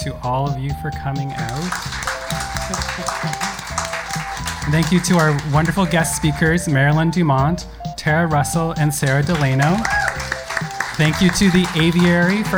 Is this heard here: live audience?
yes